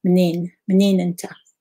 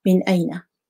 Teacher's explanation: So if you notice, the Hamza has been removed. · Shown in: first take